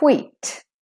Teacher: Make the E long enough and aspirate your T at the end.